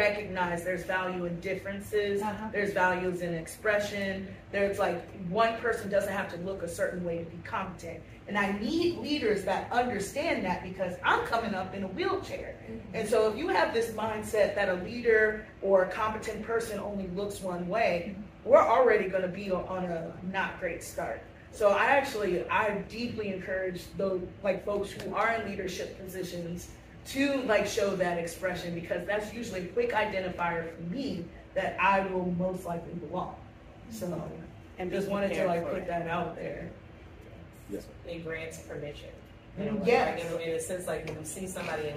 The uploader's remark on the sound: The live panel from Blerdcon 2023. The interactive discussion between panelists and attendees.